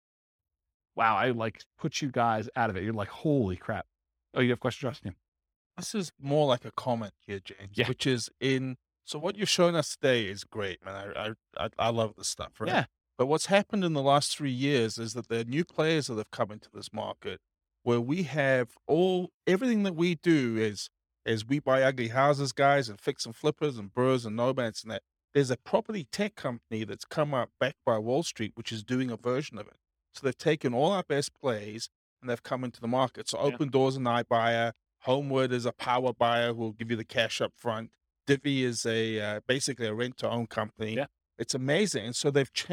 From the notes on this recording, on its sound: This was a live class recorded